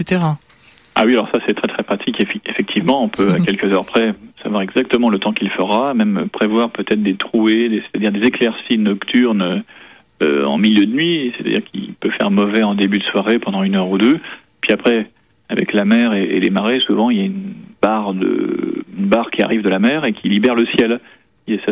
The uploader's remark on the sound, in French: par téléphone